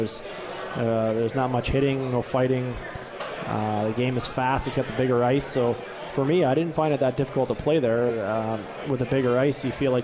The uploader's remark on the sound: on KROCK at the 72 Tavern & Grill